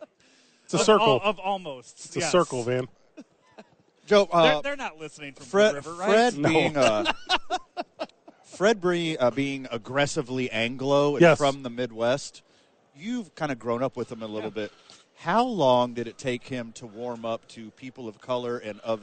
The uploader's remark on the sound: live from Radio Row